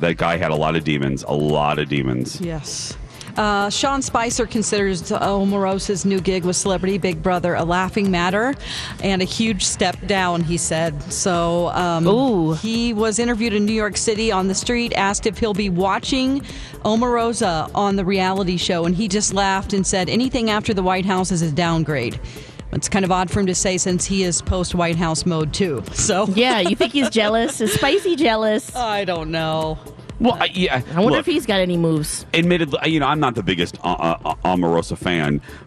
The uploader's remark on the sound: Broadcasting live from the AC Hotel in downtown Minneapolis for the Super Bowl